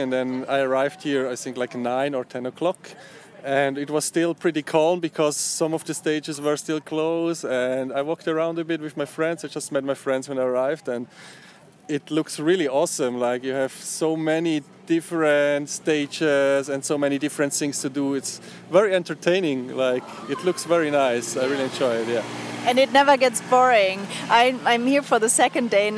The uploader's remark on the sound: In this podcast interview which was recorded during the Noisily Festival in the UK.